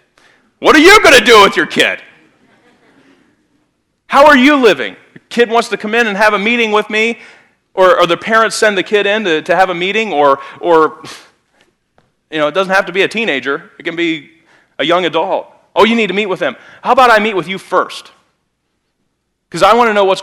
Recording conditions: large echoing room